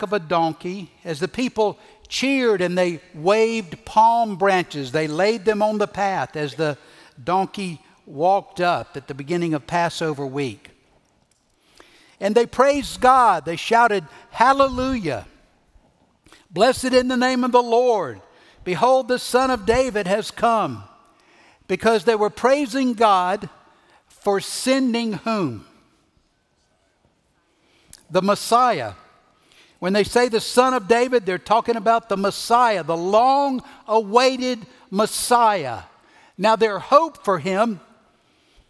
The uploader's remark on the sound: Recorded Live at Brookwood Church on 4.2.2023